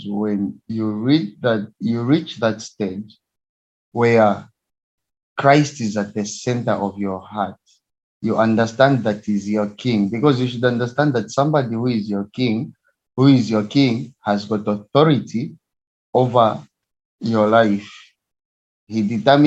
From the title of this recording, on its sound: Youth zoom meeting